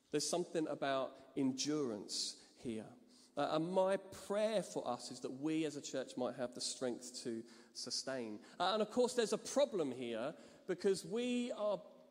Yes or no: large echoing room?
yes